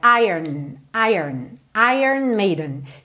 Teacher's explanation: Só que esse O, na verdade, não é pronunciado. Então, é como se a gente fizesse ire e já fosse direto pro N. Olha, iron, iron, ….